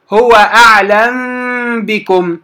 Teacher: إذا سكنت الميم وأتى بعدها حرف الباء تخفى ولا تدغم · Term: الإخفاء